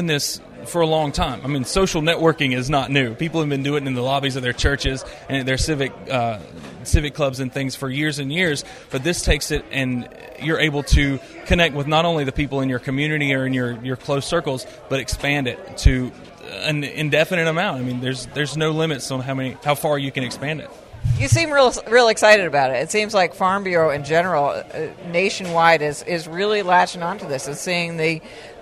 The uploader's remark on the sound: A panel discussion at the Southern Peanut Growers Conference